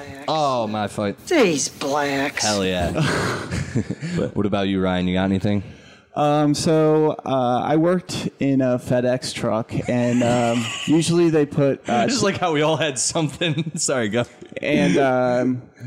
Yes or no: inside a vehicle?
no